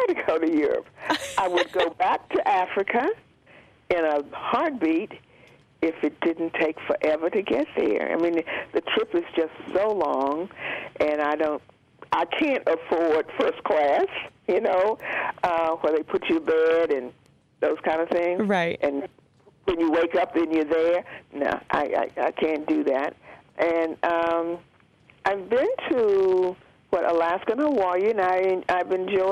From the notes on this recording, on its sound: Unedited Phone Interview. This is the full phone conversation that was later edited for on air use.